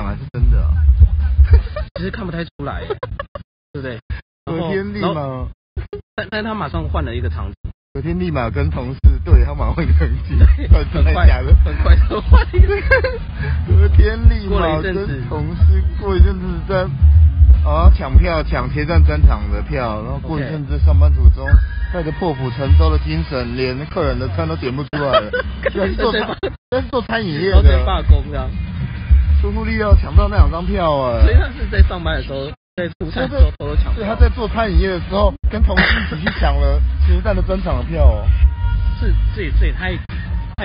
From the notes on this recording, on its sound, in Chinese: 野外錄出。在意音質者請注意！！！！錄音來自2020年漂遊者音樂祭現場收音。